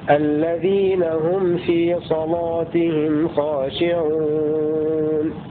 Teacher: آتي رواية ورش بتغليظ اللام